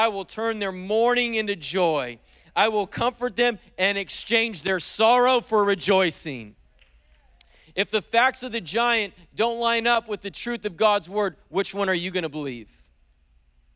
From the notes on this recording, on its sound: preached on January 16th at the 11:30AM service